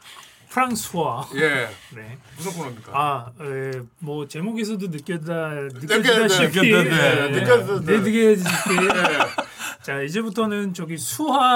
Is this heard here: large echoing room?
no